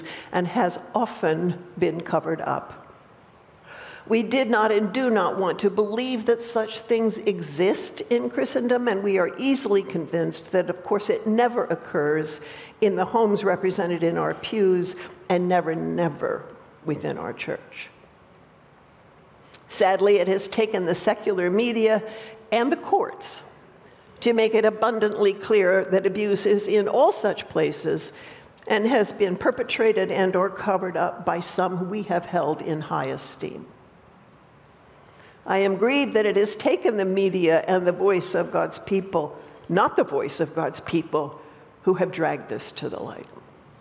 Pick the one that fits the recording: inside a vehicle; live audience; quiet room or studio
live audience